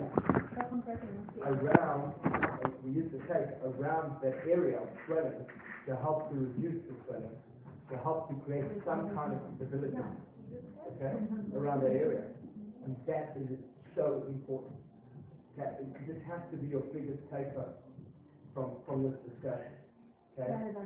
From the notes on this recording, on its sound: RockTape kinesiotape seminar. Recorded seminar.